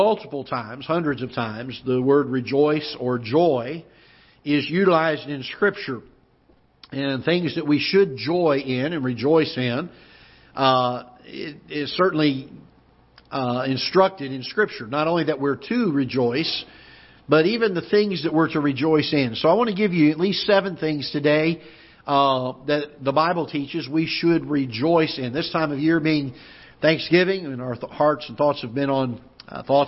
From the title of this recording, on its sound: Ketha Heights Baptist Church ~ Live Broadcast